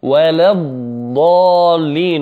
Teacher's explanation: من اللام المرققة ننتقل إلى الحرف المفخم ولا الضالين، وهذا الحرف المفخم مشدد، فلابد أن نقف عليه قليلا، لأن من الأخطاء التي نسمعها يقول ولا الضال ولا الضاء ولا الضاء، وهذا من الأخطاء، لابد من أن تقف عليه قليلا.